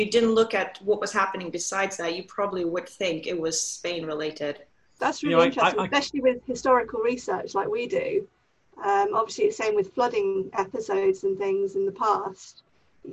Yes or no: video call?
yes